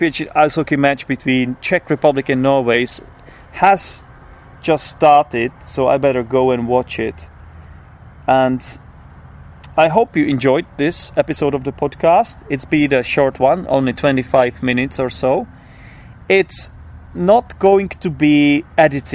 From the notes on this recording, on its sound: This episode was recorded outside in my garden. I also refrained from doing any post-recording editing, keeping in all hesitations, false starts, etc.